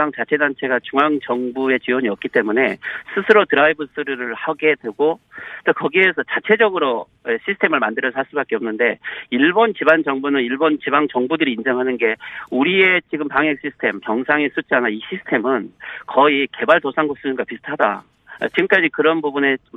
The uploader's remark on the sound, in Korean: 전화연결